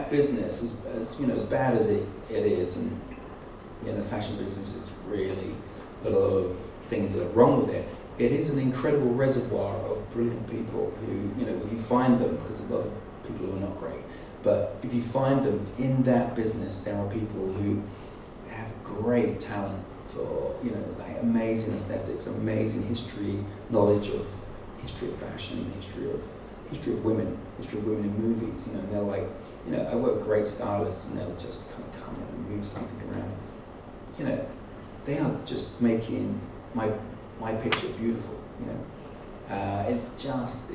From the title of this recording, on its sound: lecture at the 2018 London Original Print Fair